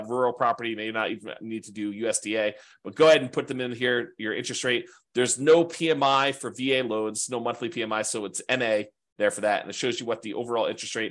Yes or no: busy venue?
no